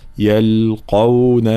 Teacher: كلمة يلقون أولا تفخيم القاف وترقيق بقية الحروف، فلا نقول يلقون، لا يل يلقون، ثم نفس الشيء غيا، والغين فهي صفة الجهر، فلا نقول غيا غيا، لا غا غيا مع تفخيمها طبعا، الغا الغين مفخمة.